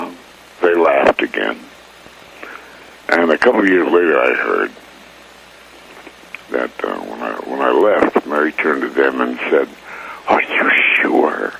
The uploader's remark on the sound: We spoke over the phone. From Los Angeles.